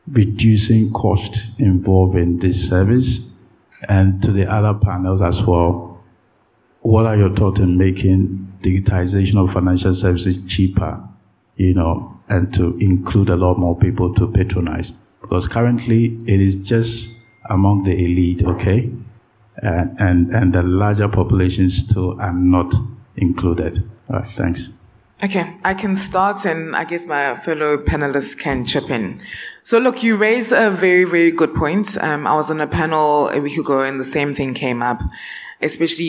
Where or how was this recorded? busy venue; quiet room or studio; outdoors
busy venue